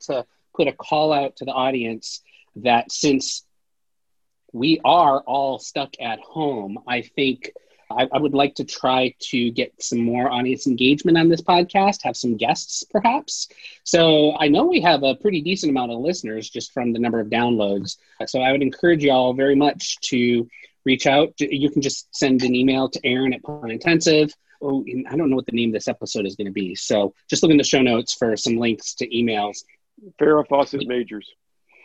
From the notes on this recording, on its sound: Our First Full Panel Zoom Episode!